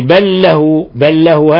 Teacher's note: هذا إضغام متماثلين لأنه لام ساكنة في لام متحركة أضغمتها